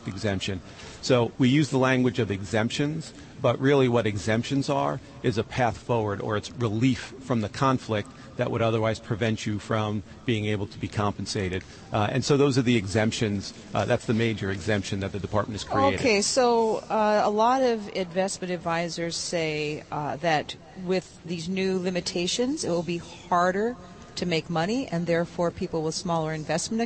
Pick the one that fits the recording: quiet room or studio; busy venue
busy venue